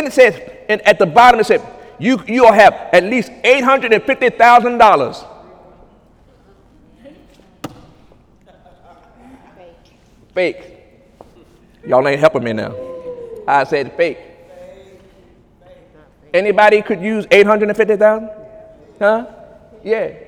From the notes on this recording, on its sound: During Sunday morning service